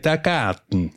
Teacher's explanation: das «r» geht, verschwindet praktisch und es hat so ein bisschen das leicht nasalisierte «a»